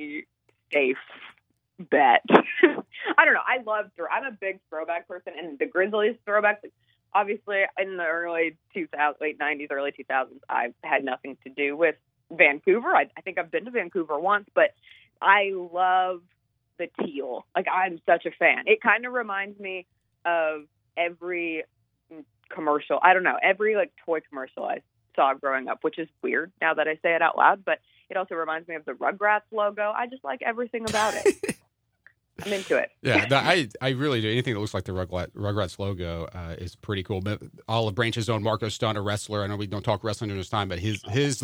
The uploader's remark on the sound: call in for an update